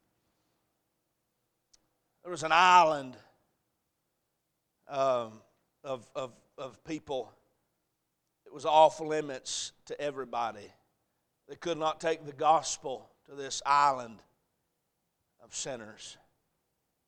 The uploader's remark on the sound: A message preached at Crossroads Baptist Church